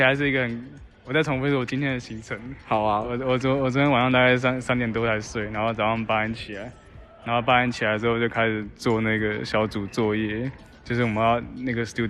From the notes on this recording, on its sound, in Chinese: 桃園國際機場第一航廈 用Iphone錄音的友誼紀錄